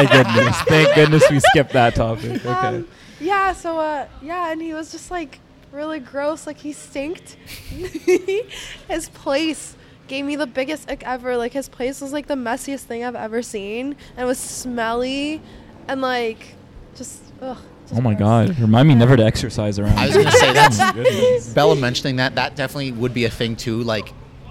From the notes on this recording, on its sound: LIVE at UTM. The boys went to the University of Toronto Mississauga and recorded a special episode of the show live and with numerous sit in guests from the campus.